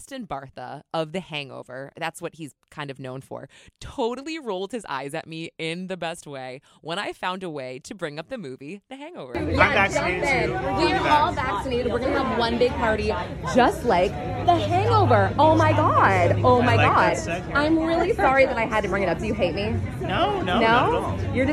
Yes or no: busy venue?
yes